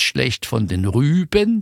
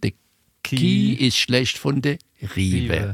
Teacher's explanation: Das lange Ü wird zum langen I. · Shown in: second take